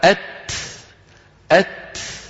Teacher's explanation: فالهواء المتدفق بعد التاء سببه أنك فرجت عن التاء